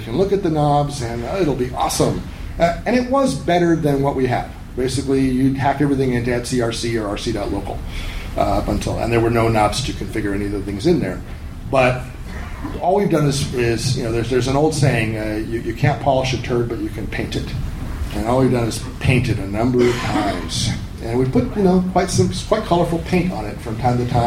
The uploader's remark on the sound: A recording from MeetBSD 2014 in California.